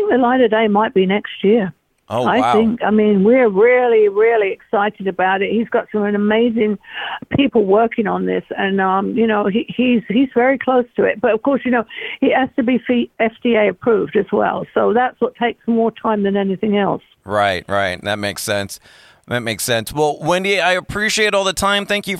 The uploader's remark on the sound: called